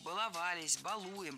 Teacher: Ударение всегда стоит за корнем, поэтому баловались, балуем.